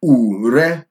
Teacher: It sounds like low tone, high tone.